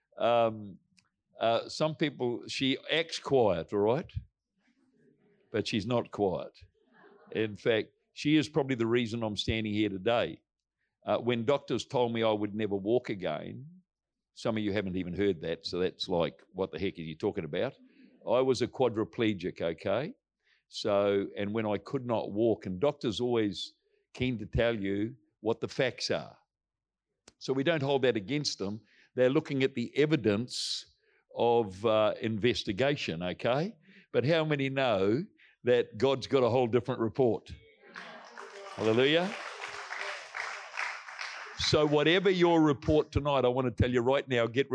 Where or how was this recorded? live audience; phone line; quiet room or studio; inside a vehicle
live audience